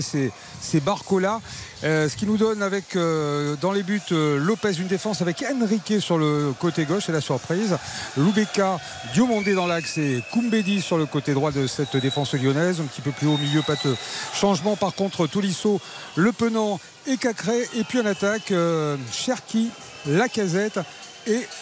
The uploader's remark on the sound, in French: Trois heures de direct. En direct du Stadium.